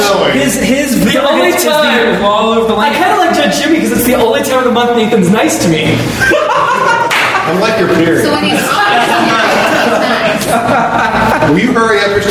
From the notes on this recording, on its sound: Originally Recorded Live at Packrat Comics